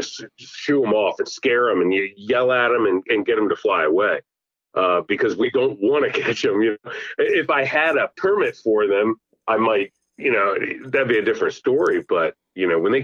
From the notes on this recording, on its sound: get on the phone with one of their good friends